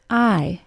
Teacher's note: The back of the tongue is low and touches the back teeth. Then, the body of the tongue moves upward until it's near the tooth ridge, similar to the position of a Y sound. The sound is pronounced I. · Term: long I